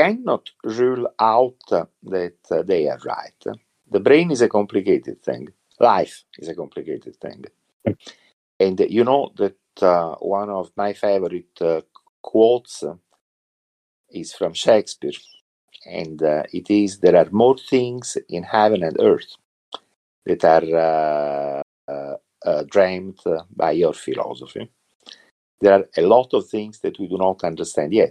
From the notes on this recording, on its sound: Recorded this episode of the Turing Church podcast from Discord. I recorded this episode of the Turing Church podcast from Discord using Craig , a voice channel recording bot for Discord. The audio is crisp and clear.